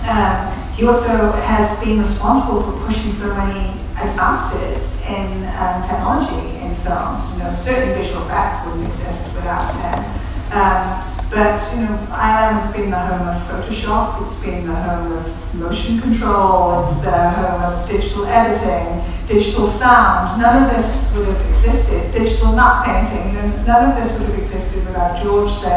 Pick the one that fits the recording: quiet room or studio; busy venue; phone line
busy venue